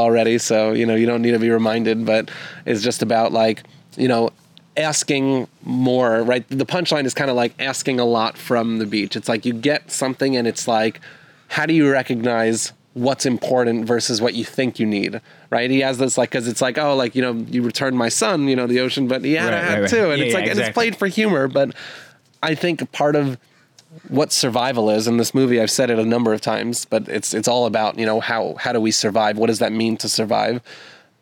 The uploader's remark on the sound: head outdoors for a special in-person recording